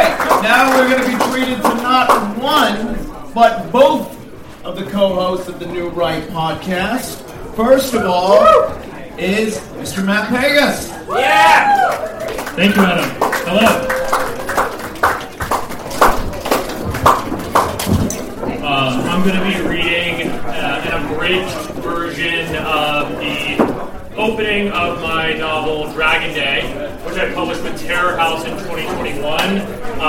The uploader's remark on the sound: live event at Sovereign House in NYC